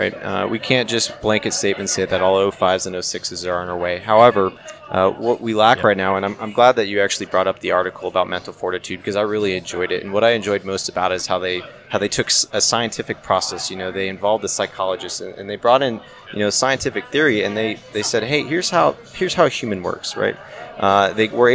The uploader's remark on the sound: Live from Tailhook 2019